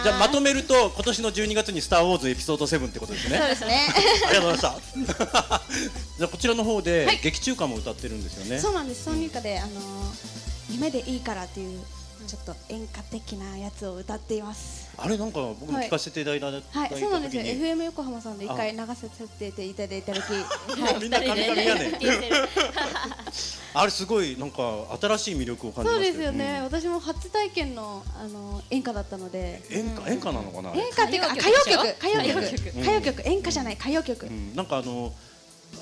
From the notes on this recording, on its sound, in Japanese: 川崎モアーズにて公開収録。